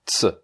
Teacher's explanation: produit le son ts, comme s'il y avait un T et un S à côté